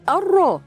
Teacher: لام شمسية مدغمة في الراء المتحركة بالفتح